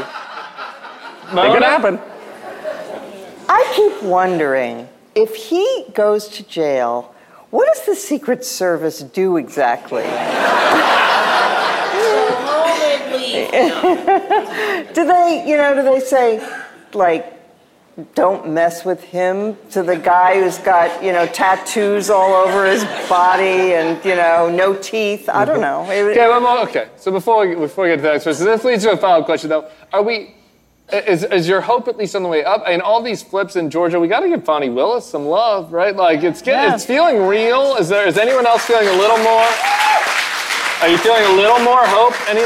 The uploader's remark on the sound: The Bulwark: Live from New Orleans. In The Big Easy.